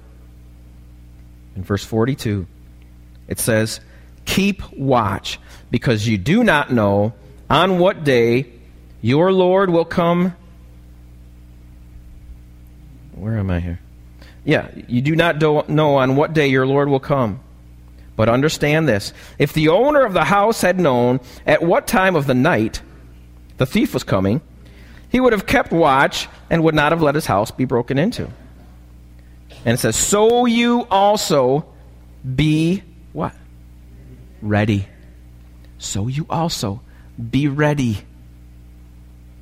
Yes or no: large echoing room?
yes